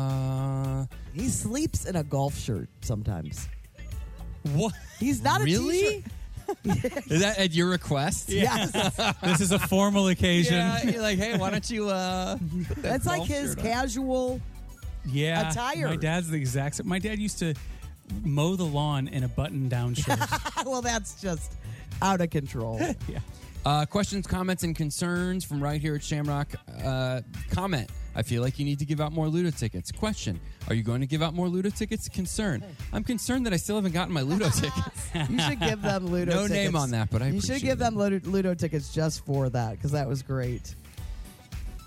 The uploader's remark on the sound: Live From Shamrock Donuts